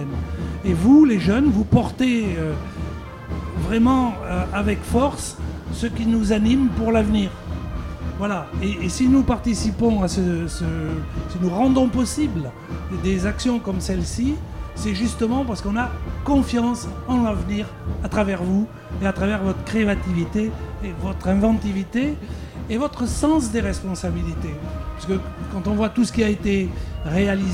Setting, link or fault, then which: setting, busy venue